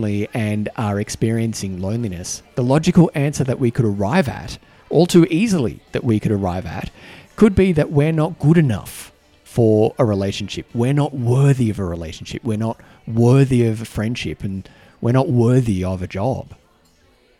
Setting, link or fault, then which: setting, busy venue